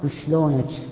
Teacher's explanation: وقيس تكشكش في الكاف · Term: كشكشة قيس